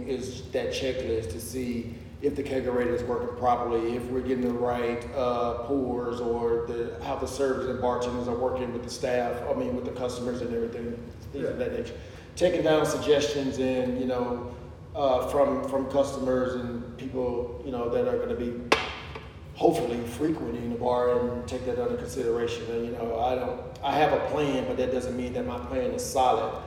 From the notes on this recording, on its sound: Please mind the open air echo